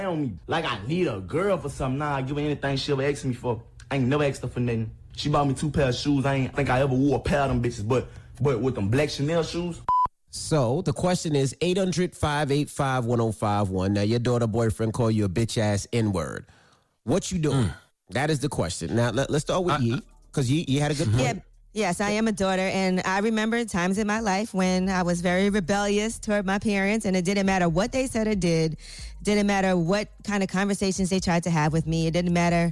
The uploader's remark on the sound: we opened up the phone lines